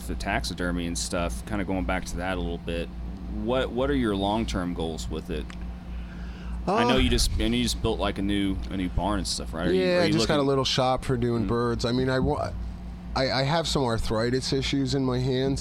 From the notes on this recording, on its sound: This episode comes to you from a past Kentucky Falconer's Association annual picnic and was recorded with two falconers.